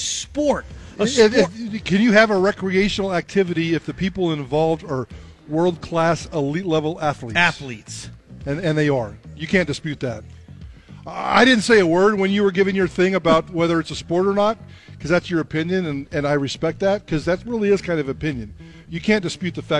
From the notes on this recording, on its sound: Live from Pastry Perfection for Diamond Dig XII